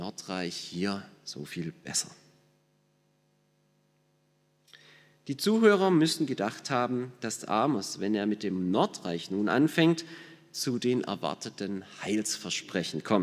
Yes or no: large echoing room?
yes